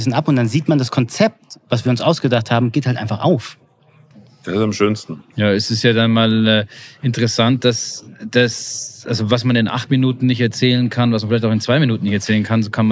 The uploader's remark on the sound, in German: Live aus dem Podcast PopUp Studio.